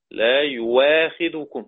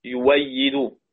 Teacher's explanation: الهمزة مفتوحة تكون حركتها مفتوحة، قبليها مضمومة يبقى تبدل واو